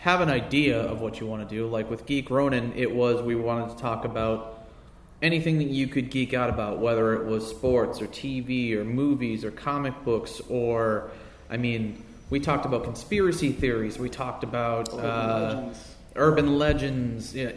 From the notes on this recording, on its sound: New Media Panel at Inbeon Con. A special guest that decided to crash halfway through the panel.